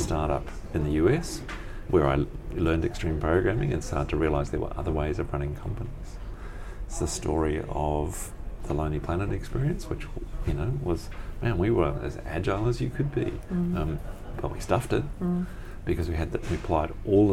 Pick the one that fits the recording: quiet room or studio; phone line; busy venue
busy venue